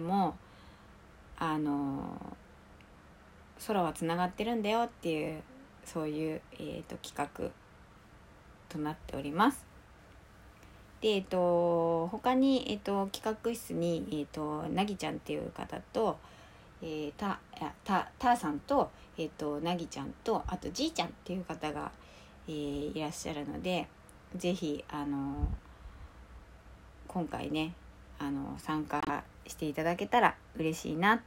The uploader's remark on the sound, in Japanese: 最後の効果音が大きいです。お洗濯studioの時は音量下げて録っていたのに聴き直して大きくしたまま録るというやらかし…